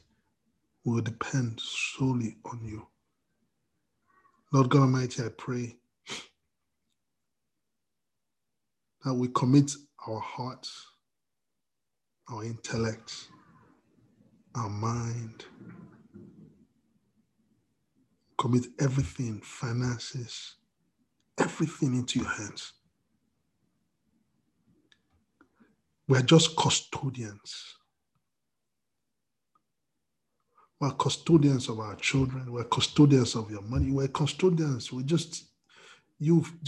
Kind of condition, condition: link, video call